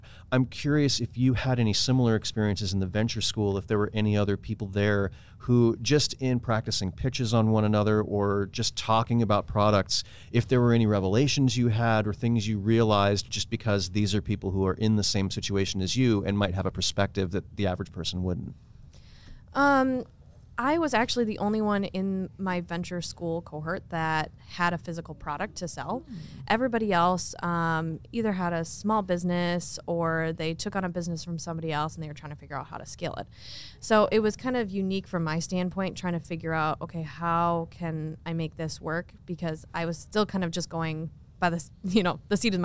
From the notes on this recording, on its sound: come to you live from EntreFEST in Iowa City